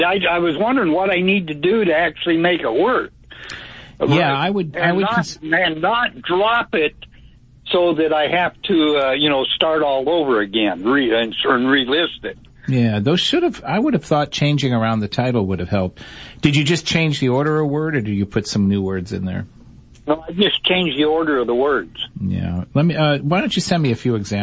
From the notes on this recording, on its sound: Open phones. EBay Radio.